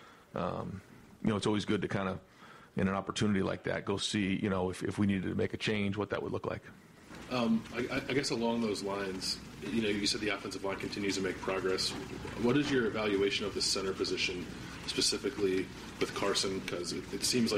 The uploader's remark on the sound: Tuesday Press Conference